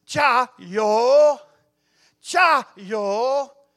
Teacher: So Jia, and then Yo is the third tone.